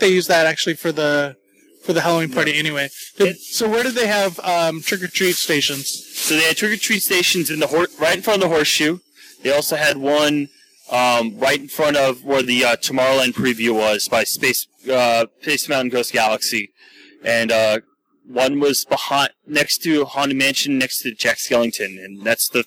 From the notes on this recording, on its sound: special podcast recorded on-location at Disneyland